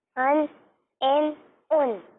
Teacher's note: हमजा में ऐन की आवाज ना है, सही, सादी सी हमजा की आवाज